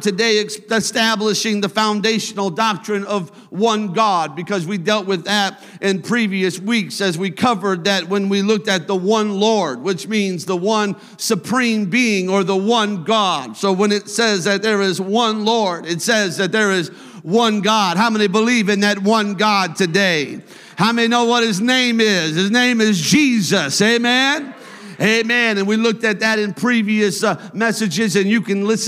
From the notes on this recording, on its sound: a service recording from Connect Point UPC